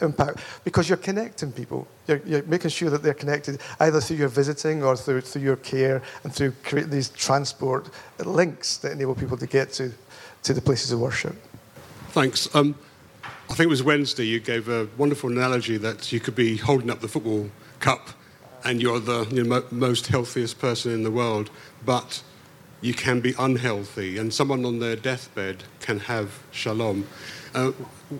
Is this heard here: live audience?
yes